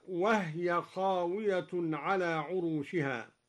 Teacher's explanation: قرأ الدوري بإسكان الهاء هكذا: وهي خاوية على عروشها.